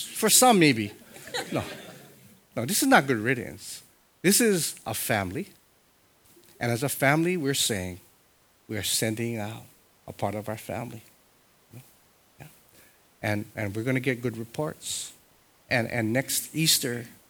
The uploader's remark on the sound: Sunday Worship Service